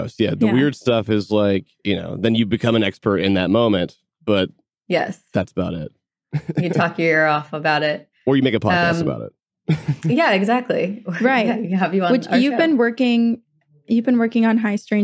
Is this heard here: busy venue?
no